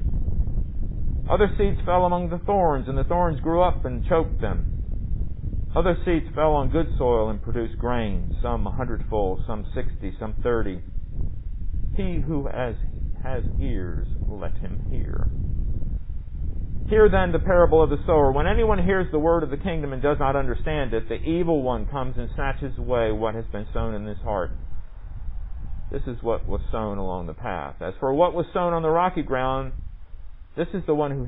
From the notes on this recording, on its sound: Recorded under the Pavilion during worship on July 12, 2020.